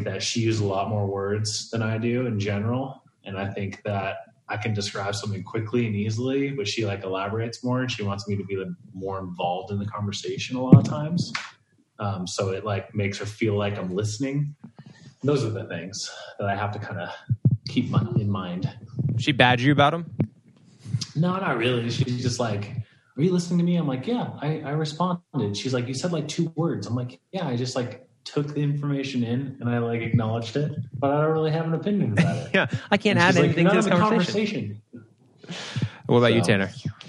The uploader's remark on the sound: meet up on Zoom